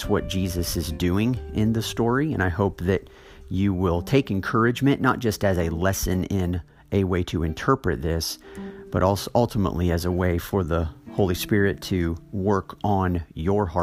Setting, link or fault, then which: setting, large echoing room